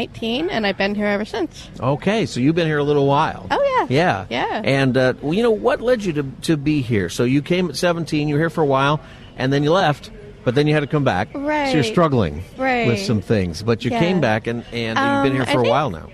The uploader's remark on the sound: Live From Union Rescue Mission's Turkey Fry 2023 continued